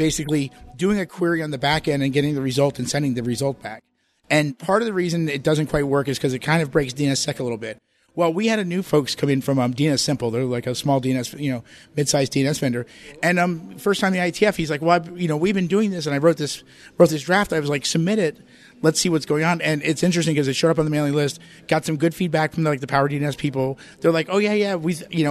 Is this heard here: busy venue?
yes